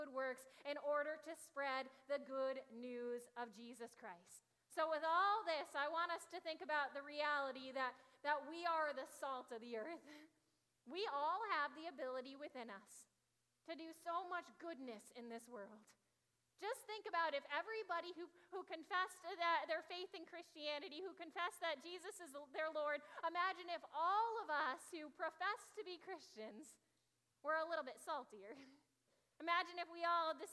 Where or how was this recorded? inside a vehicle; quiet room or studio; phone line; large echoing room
large echoing room